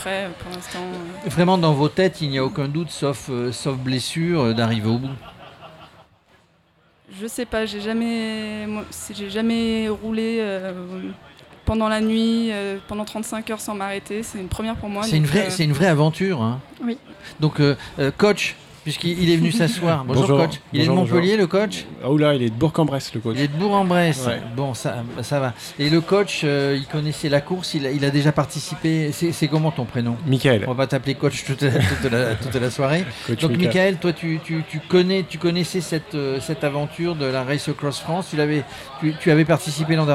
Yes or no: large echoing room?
no